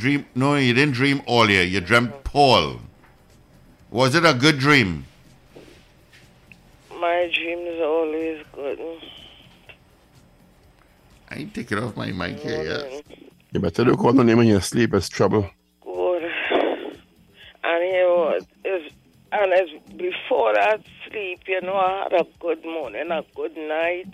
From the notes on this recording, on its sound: we take more calls from the audience